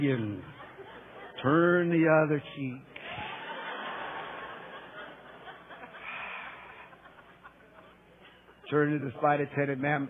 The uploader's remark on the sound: Preached in 2008 Tuscan Bible Conference